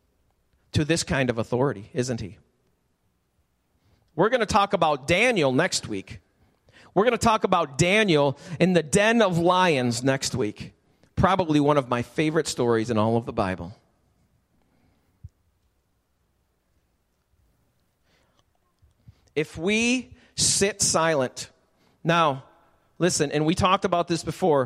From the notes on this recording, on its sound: Recorded live at the Alabama Full Gospel Fellowship church. Alabama Full Gospel Fellowship, 5329 Gravel Rd., Medina, New York 14103.